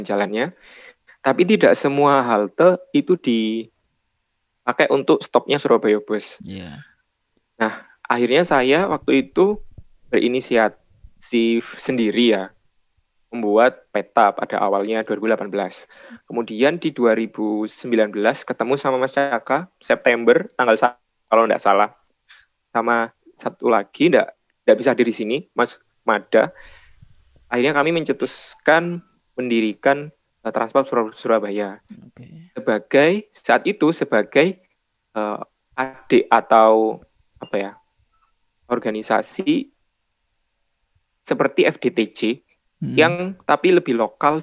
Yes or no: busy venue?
no